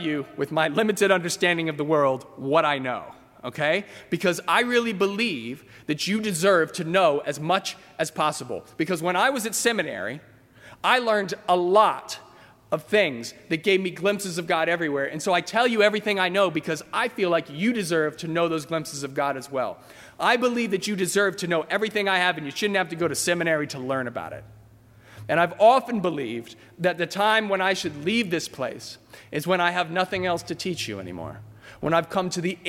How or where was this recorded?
large echoing room